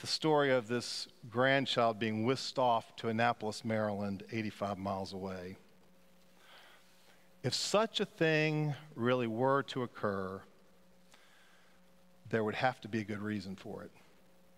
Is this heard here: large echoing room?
yes